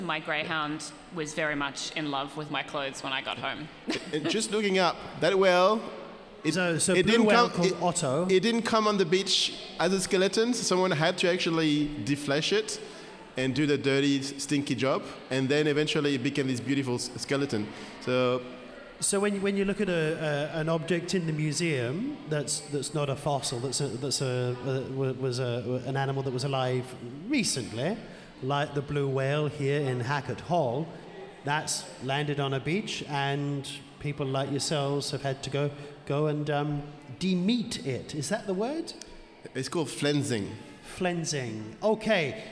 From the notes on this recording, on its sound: Recorded LIVE at the Western Australian Museum Boola Bardip. This episode was recorded during the Museum’s “Biggest Science Lab Ever” event during National Science Week.